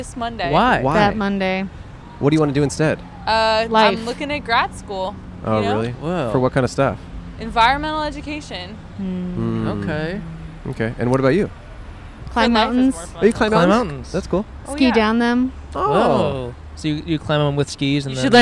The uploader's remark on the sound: We set up in front of the iconic store for all the crap you need to stay alive! Recorded on May 22 on Santa Monica Blvd in Hollywood.